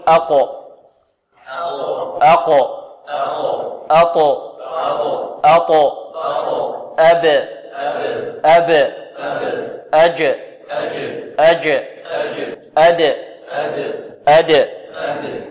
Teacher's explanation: نطبق القلقلة على هذه الحروف الخمسة، نقول أقو أقو أطو أطو أب أب أج أج أد أد. إذن القلقلة هنا لا تميل لا إلى كسر ولا إلى فتح ولا إلى ضم، بل هي اضطراب في المخرج